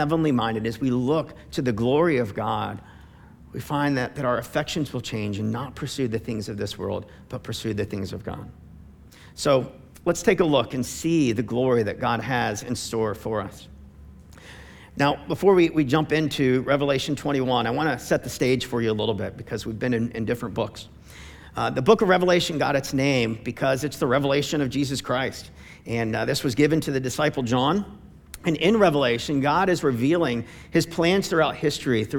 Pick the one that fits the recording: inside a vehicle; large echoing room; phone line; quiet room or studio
large echoing room